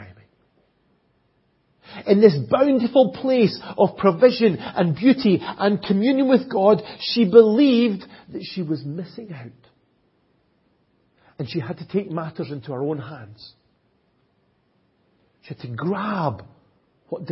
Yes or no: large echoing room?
yes